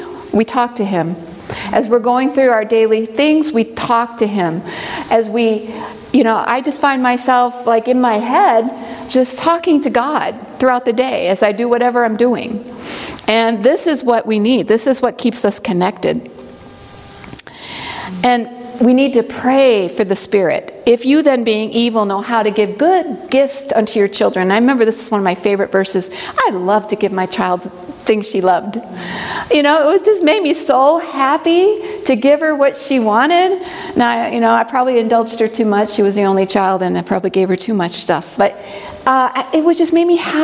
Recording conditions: live audience